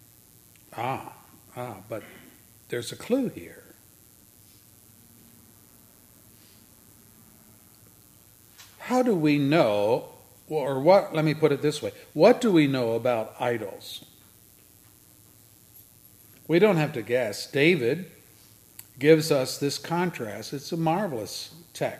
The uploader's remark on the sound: services recorded at Thornville Baptist Church